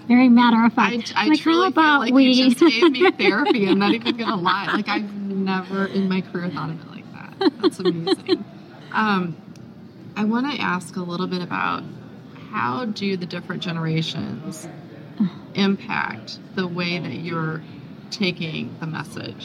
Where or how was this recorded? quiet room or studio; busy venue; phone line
busy venue